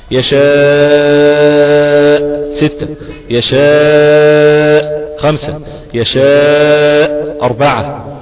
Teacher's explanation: في حالة الوقف ساعات يزيد حركة على الخمسة يبقى ست حركات. يبقى تقول في حالة الوقف كان عندك اربعة وخمسة وستة، ده في الوقف. · Term: المد المتصل